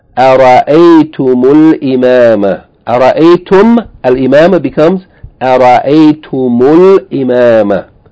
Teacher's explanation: in order to eliminate iltiqa sakinay, meem with sukoon followed by alif lam, we're going to add a dhamma to the meem